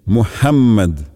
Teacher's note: буква «м» в имени пророка произносится с удвоением